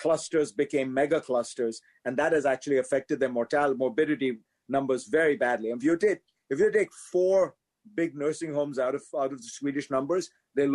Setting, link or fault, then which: link, video call